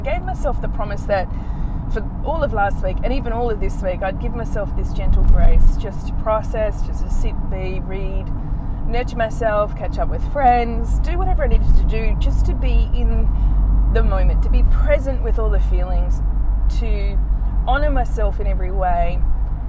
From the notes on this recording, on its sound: Today's episode was recorded while driving in my car again